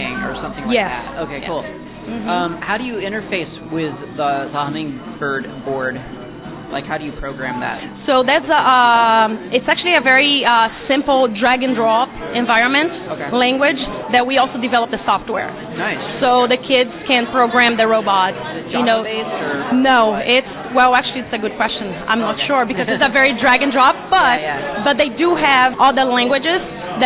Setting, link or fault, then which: setting, busy venue